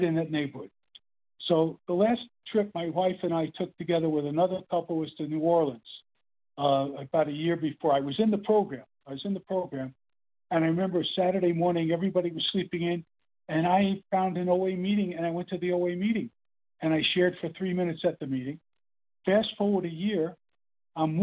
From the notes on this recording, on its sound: the 100 Pounders Phone Meeting